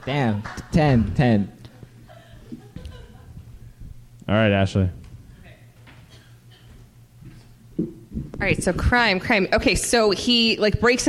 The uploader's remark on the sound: This episode was recorded on 4/5/2019 at Java Joe's in Des Moines, Iowa!